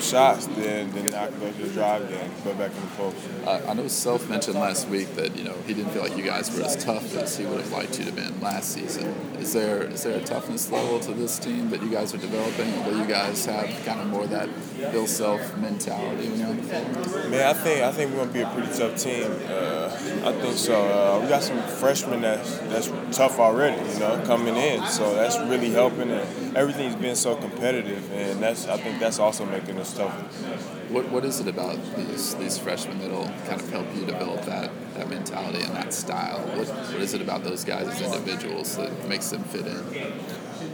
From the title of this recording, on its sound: Big 12 Media Day (Press Conferences & Post-Game Interviews)